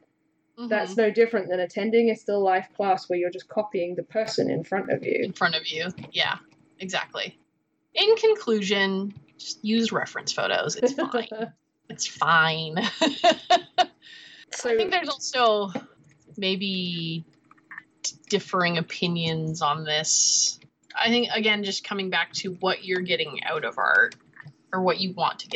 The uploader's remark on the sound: Took to Skype for a chat.